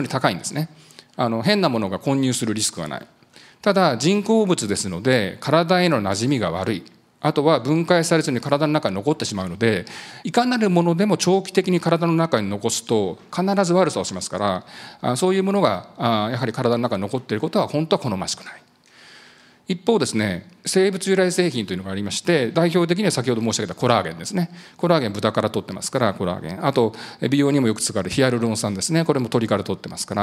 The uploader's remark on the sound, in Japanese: 2023年1月28日、東京・三田で行われた「ラジオNIKKEI … 注目企業ＩＲセミナー」